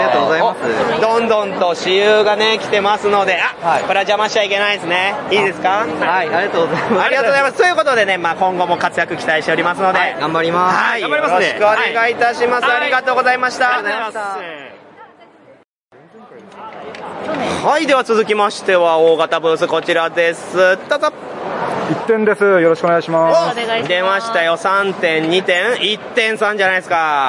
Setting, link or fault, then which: setting, busy venue